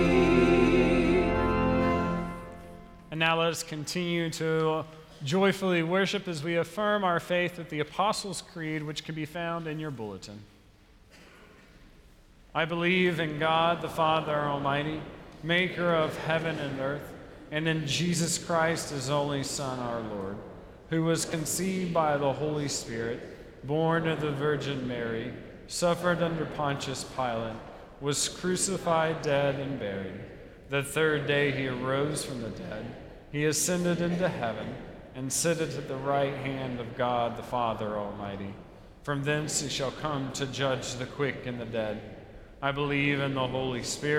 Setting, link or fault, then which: setting, large echoing room